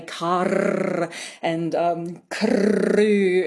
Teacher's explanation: they think people say car and crew and, you know, really roll their R's, trill their R's. And actually, that may be a feature of some older dialects, maybe some older regional dialects, but it's really not very common in contemporary speakers. · Term: rolling R